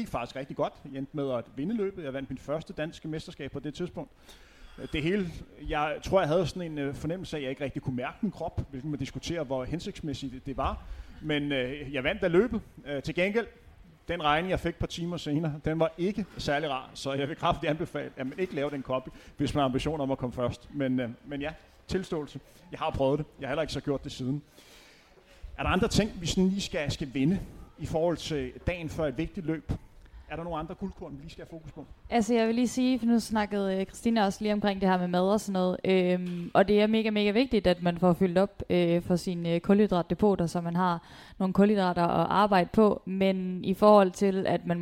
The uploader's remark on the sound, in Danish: Live podcast i forbindelse med HCA Marathon